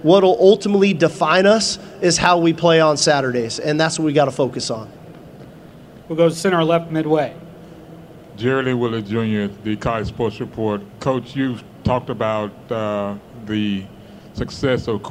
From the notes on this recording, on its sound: press conference at Big 12 Football Media Days